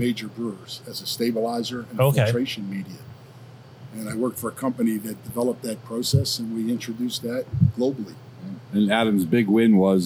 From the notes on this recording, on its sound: We are live inside a brewery and we don't know what to do with ourselves. We are at a new brewery in the area from Philly beer royalty.